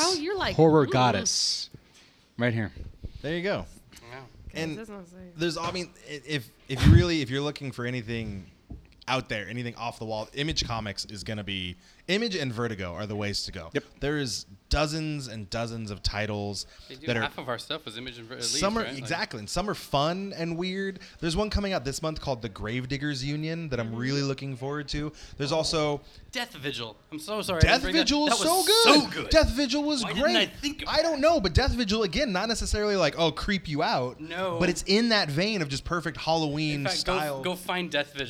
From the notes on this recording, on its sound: Live from Oblivion Comics and Coffee in Sacramento, Ca. Brought you a live show in a shiny new shop.